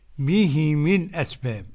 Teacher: قرأ بكسر الهاء والميم